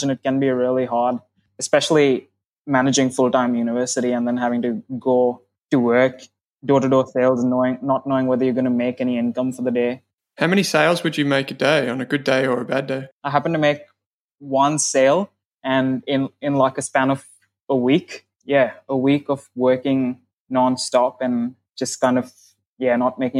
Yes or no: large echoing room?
no